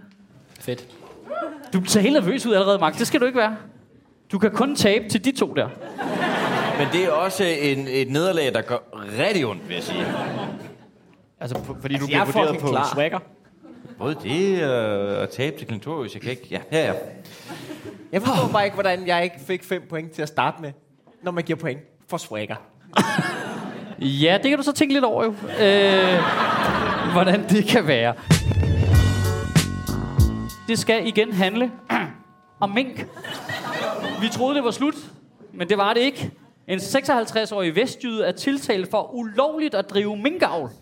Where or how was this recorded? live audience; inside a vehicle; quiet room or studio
live audience